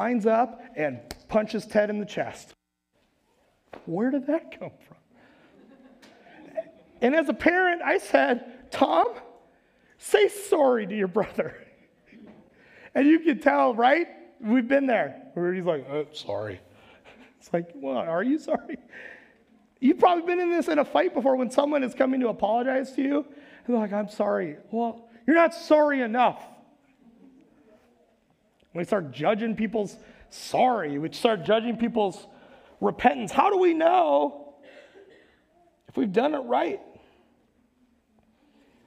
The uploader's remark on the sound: Recorded live at Word of Life Church in Le Sueur, Minnesota on February 20th, 2022